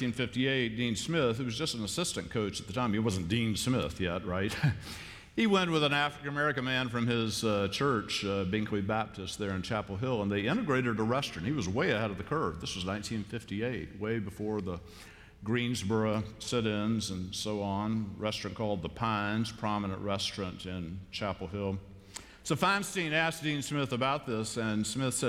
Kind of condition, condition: setting, large echoing room